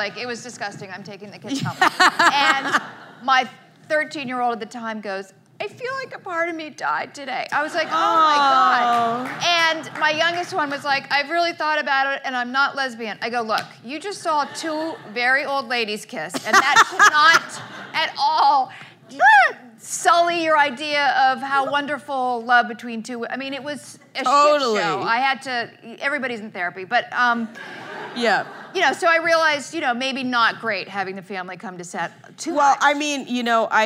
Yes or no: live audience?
yes